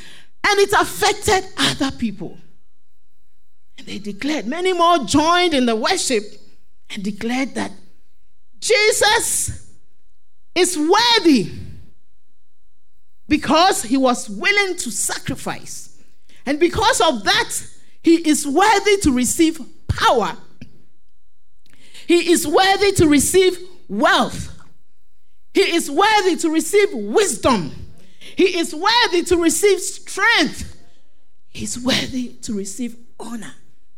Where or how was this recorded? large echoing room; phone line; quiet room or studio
large echoing room